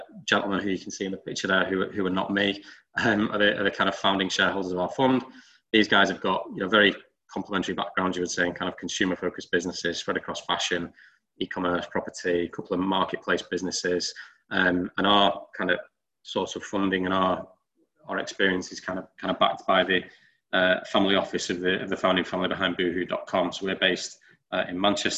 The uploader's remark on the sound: TFN Webinar. An hour long webinar.